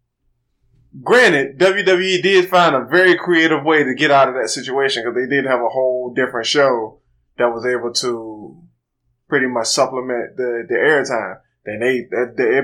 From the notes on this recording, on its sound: We would like to apologize for the quality. We had some technical difficulties.